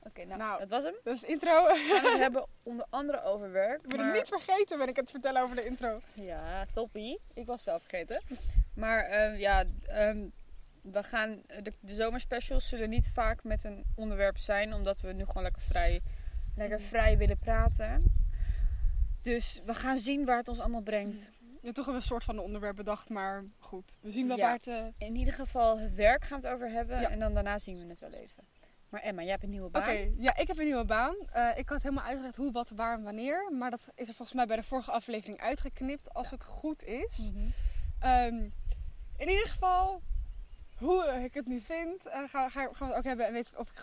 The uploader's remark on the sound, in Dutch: Er is veel wind waardoor het geluid af en toe erg slecht wordt